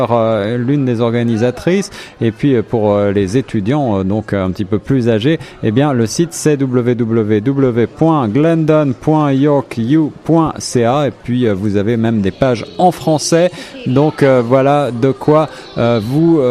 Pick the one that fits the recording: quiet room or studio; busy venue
busy venue